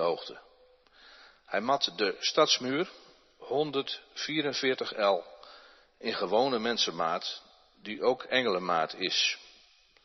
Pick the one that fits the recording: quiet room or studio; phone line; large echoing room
large echoing room